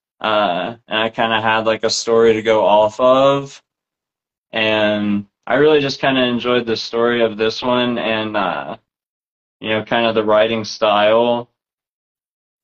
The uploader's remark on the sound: Instagram Live Interview